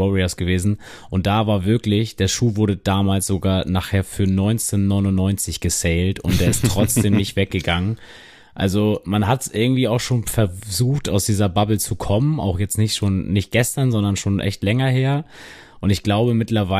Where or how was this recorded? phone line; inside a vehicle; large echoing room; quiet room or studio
quiet room or studio